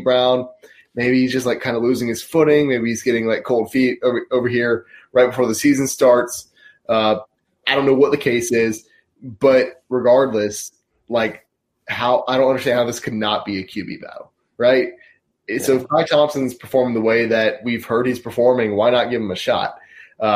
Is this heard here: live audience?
no